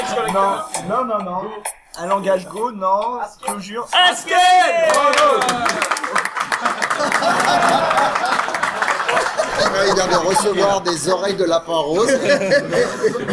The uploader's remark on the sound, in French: En direct de Devoxx 2014. Episode en direct de Devoxx Belgique résumant et concluant ce cru 2014. Live Crowdcasting.